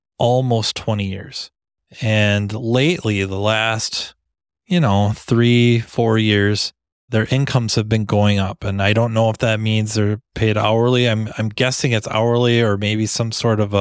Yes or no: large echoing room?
no